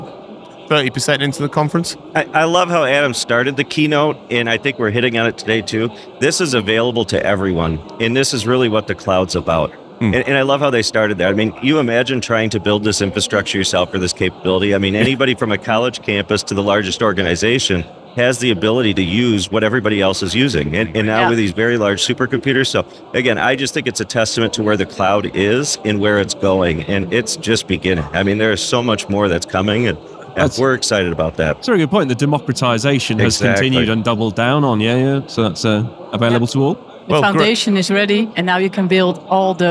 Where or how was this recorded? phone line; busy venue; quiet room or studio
busy venue